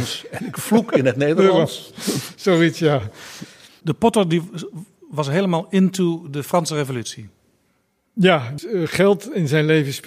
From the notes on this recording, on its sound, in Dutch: Deze aflevering is opgenomen met publiek in Beeld & Geluid in Hilversum in het kader van de Dutch Media Week 2023.